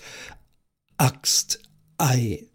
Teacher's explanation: da knackt es vorher so ein bisschen, da gibt es ein Geräusch